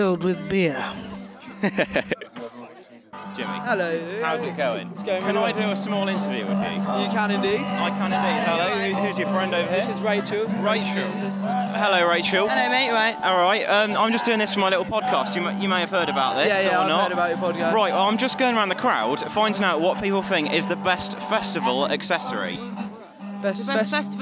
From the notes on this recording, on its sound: interviewed the crowd